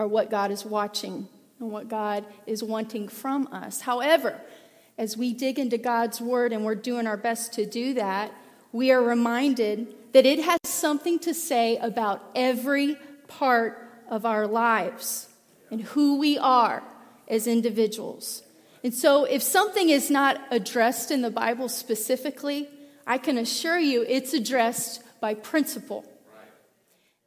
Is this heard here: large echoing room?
yes